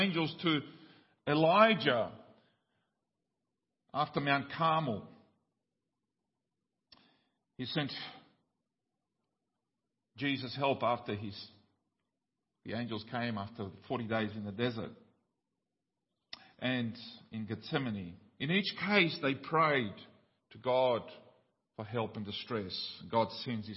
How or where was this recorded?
large echoing room